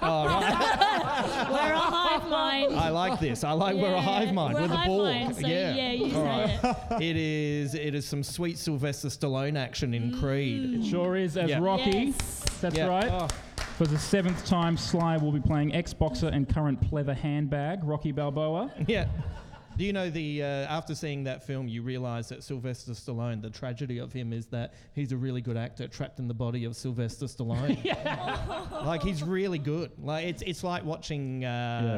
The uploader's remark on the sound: LIVE at Giant Dwarf. All recorded live in front a live audience live.